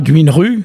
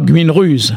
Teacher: mais dans la plus grande partie de la Bretagne, le Z, en fait, ne se prononce pas. · Shown in: first take